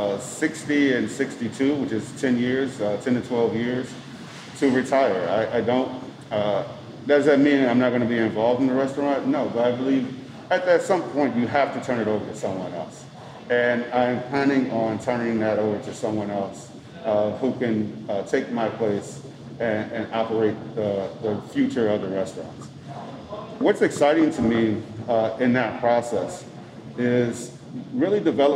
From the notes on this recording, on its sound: We recorded this episode live at Samesa